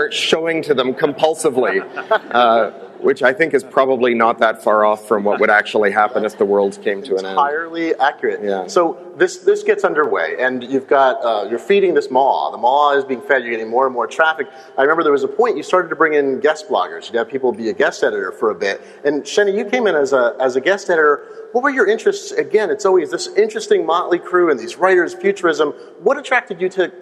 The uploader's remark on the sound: I interviewed at the XOXO conference and festival. The folks who videotaped throughout XOXO 2012 and 2013, for providing the high-quality audio file.